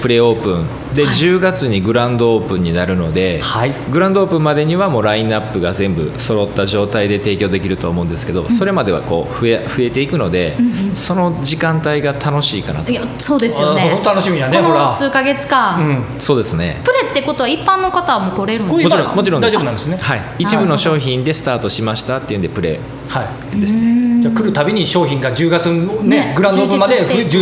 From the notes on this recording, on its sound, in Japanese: 阿南市にある観光農園サニーズファームがスタジオに。プレオープン中の直売所で収録をさせていただきました！